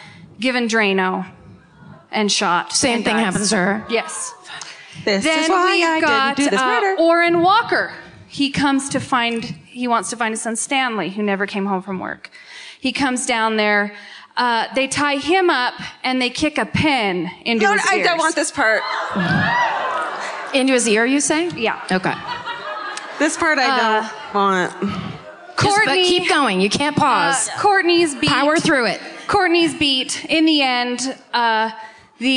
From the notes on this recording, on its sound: Live at the Boulder Theater. Comes to you live from the Boulder Theater.